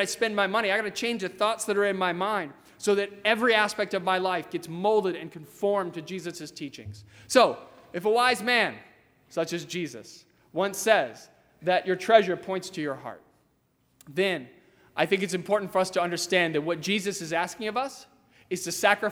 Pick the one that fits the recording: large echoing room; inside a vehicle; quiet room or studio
large echoing room